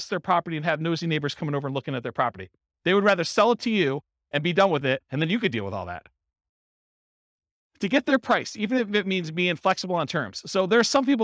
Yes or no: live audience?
yes